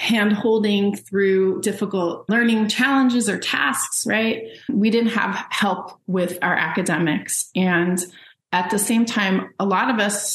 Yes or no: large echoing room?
no